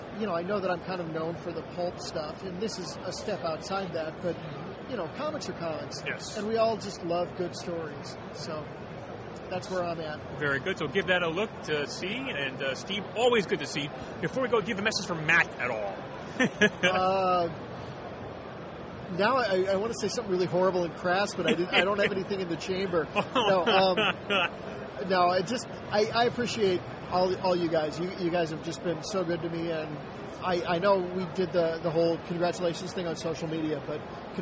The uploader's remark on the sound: At C2E2 2015. In Chicago for C2E2 this past weekend and did some recording from the floor of the show.